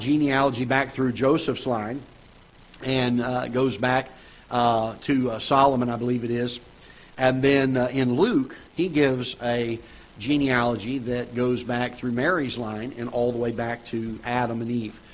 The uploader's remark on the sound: Ketha Heights Baptist Church ~ Live Broadcast